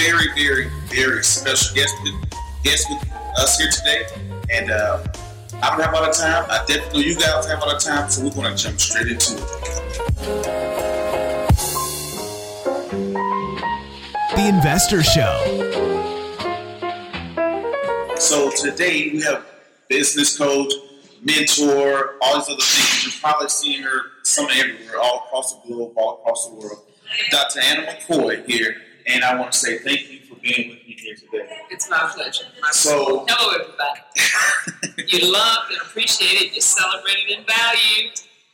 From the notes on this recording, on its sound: Sorry for the audio because it was recorded live